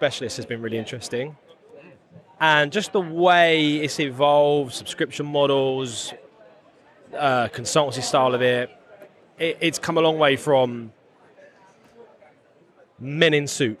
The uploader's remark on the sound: The Future of Recruitment at the Recruitment Agency Expo in Birmingham. I recently attended the Recruitment Agency Expo in Birmingham, so I thought I would walk around with the microphone and record some podcast episodes on the future of Recruitment!